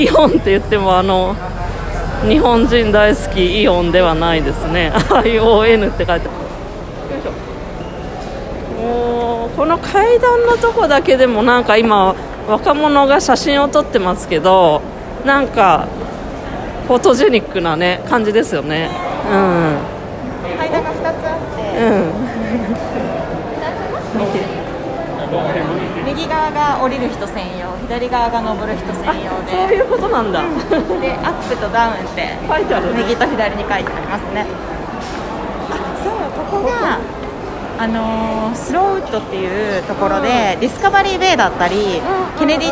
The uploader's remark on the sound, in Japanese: リニューアルオープンした街市から現地収録。いわゆる昔ながらの「街市」とは全然違う雰囲気にドキドキしながら、初めての現地収録です。